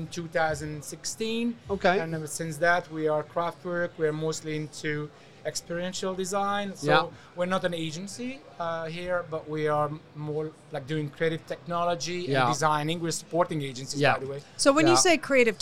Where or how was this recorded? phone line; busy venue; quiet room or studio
busy venue